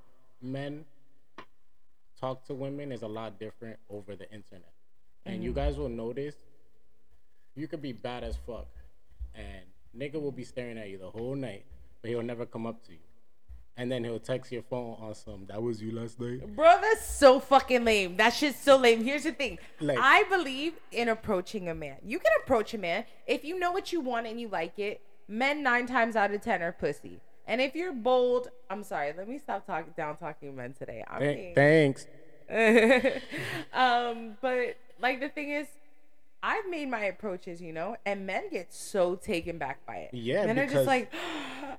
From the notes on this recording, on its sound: Sorry about the echo! New mic on the way!